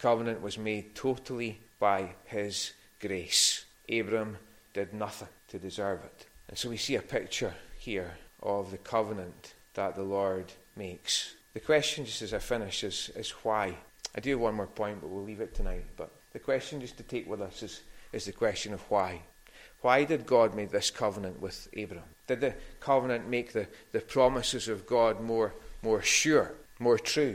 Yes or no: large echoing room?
yes